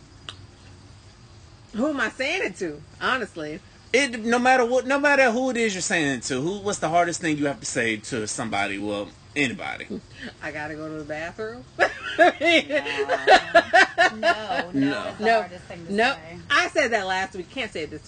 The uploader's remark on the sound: we are live on location and having a round table discussion while sipping on wine and vodka.